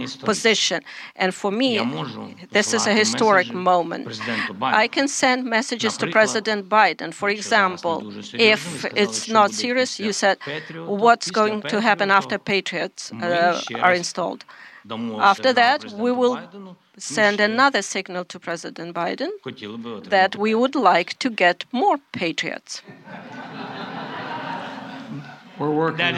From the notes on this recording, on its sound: A joint press conference live at the White House.